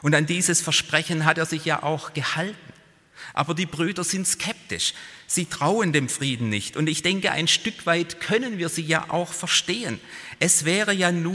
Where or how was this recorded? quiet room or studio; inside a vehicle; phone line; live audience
live audience